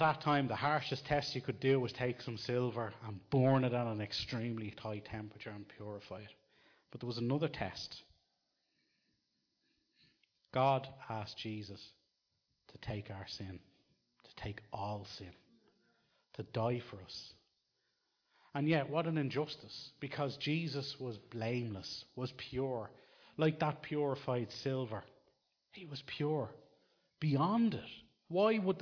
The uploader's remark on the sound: Recorded live in Liberty Church in 2019